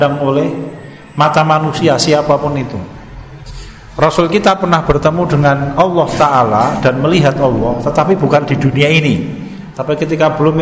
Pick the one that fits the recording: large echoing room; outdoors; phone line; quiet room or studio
large echoing room